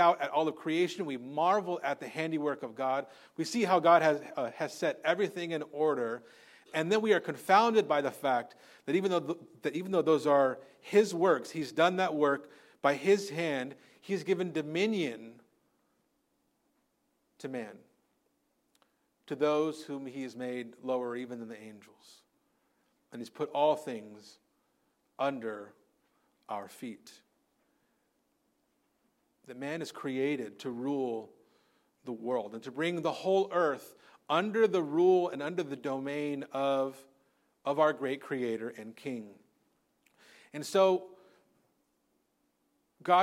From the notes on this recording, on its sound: Recorded on Sunday, February 4th, 2024 at Living Hope Orthodox Presbyterian Church (OPC) in Cerritos, CA.